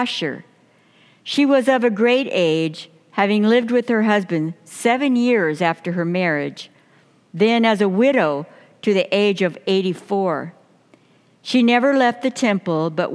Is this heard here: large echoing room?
yes